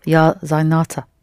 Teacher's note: Only with the feminine of this word, the accent falls on the ending.